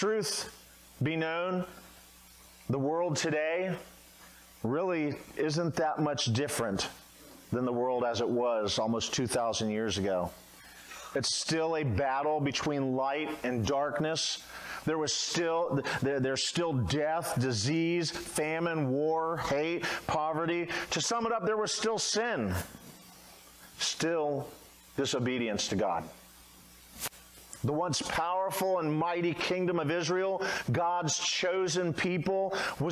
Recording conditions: large echoing room